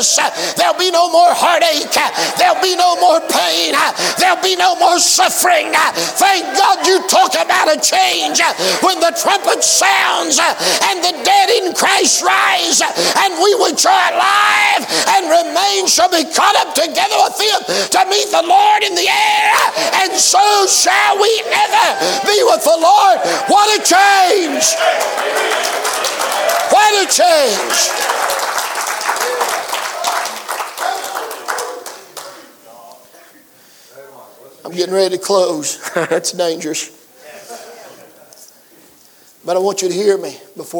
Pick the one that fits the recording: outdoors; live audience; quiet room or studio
live audience